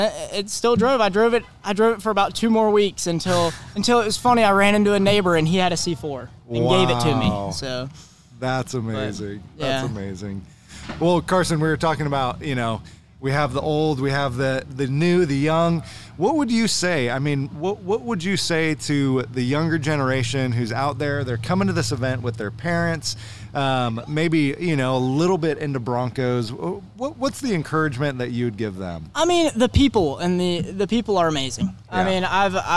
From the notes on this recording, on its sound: Recorded from the Super Celebration 2023 in Townsend TN